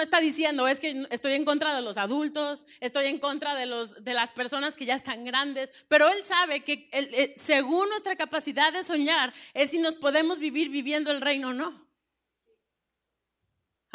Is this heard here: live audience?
yes